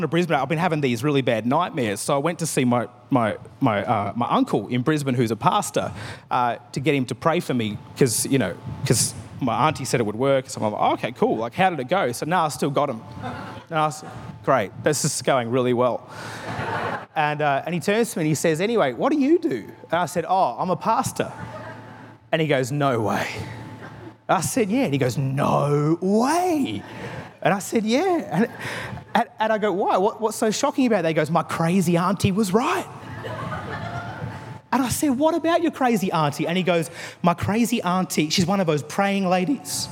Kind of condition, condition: setting, large echoing room